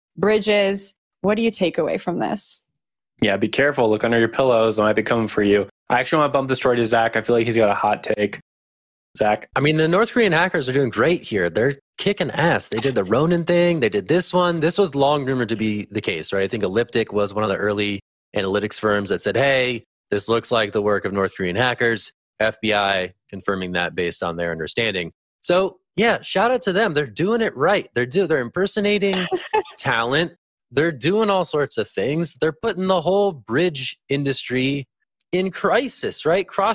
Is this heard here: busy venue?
no